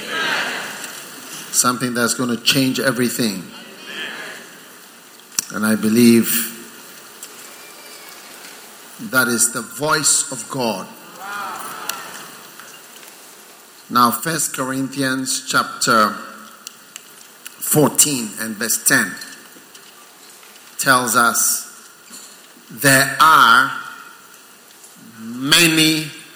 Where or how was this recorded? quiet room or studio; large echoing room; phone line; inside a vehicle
large echoing room